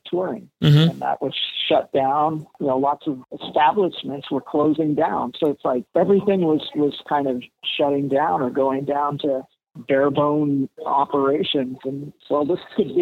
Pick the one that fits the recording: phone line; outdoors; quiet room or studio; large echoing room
phone line